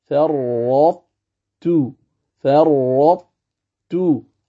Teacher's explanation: أصلها فرطت، تذهب صفة القلقلة وتبقى صفة الاستعلاء · Term: إدغام الطاء في التاء